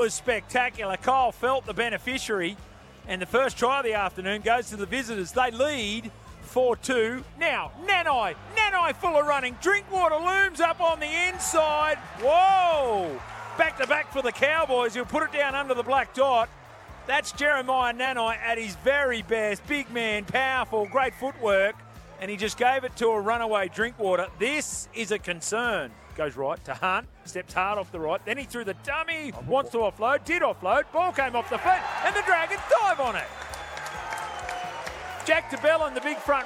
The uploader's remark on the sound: Live from Nestrata Jubilee Stadium